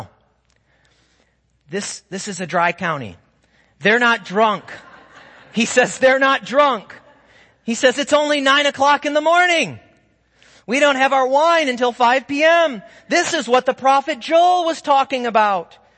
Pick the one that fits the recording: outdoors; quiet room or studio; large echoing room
large echoing room